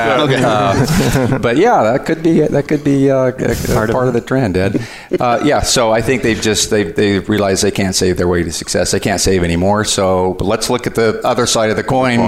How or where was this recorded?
busy venue